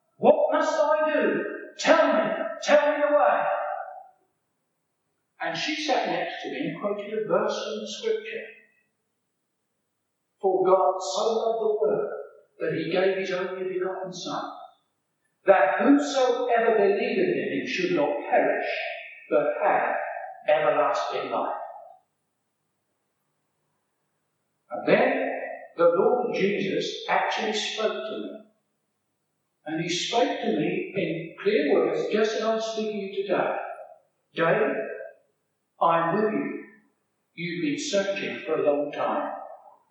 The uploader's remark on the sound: A sermon preach at Bierton Strict and Particular Baptists in June 1984